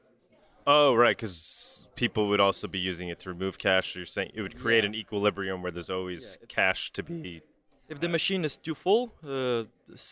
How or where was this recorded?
busy venue